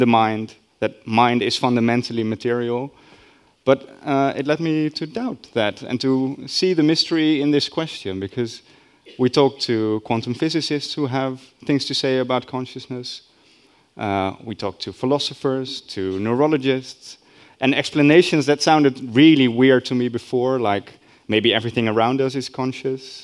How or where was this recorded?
busy venue